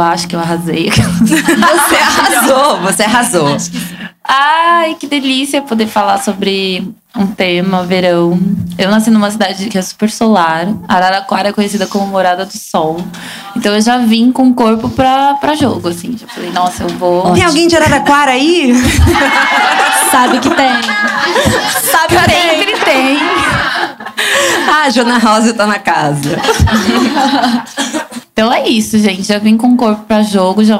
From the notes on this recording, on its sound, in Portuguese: gravado ao vivo e com platéia